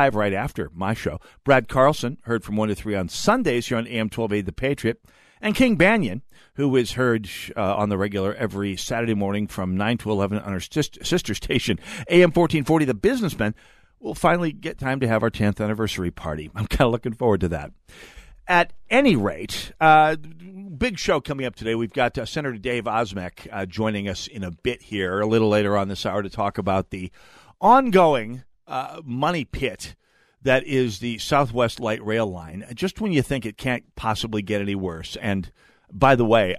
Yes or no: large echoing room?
no